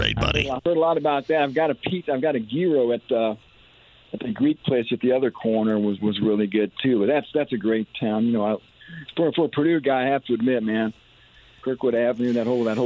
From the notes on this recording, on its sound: Opens the phone lines up and takes a call!